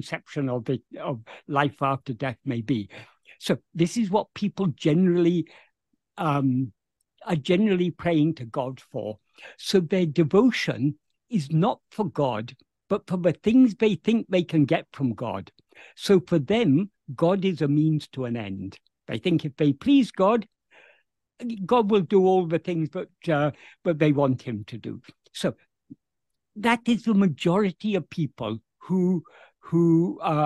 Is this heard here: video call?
yes